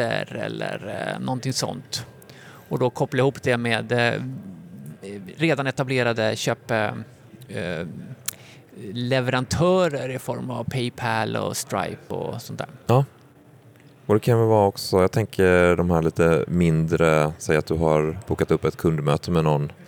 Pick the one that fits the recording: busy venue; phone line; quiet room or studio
busy venue